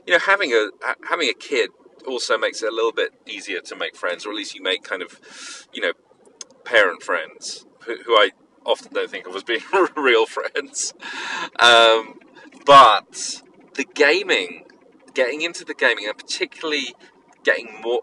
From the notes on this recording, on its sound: A grab bag of an episode with plenty of call-ins. Apologies for the car noise.